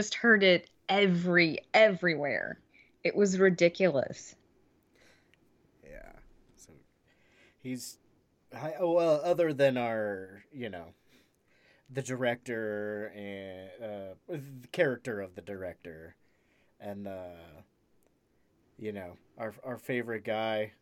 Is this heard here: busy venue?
no